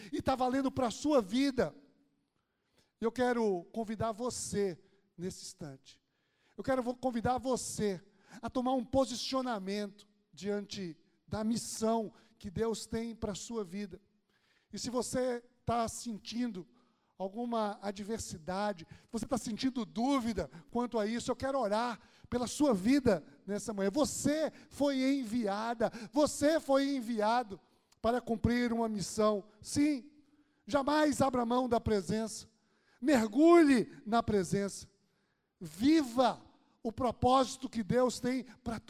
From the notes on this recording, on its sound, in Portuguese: Podcast gravado na PAES Piedade